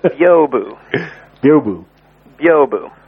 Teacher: It's basically two syllables, where the first syllable is kind of one and a half syllables.